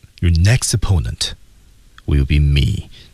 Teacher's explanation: 那么我们在这句话当中呢是降调，确实了，那就是我